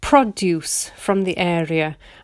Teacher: I'm putting the stress on the first syllable, produce, which means it's a noun.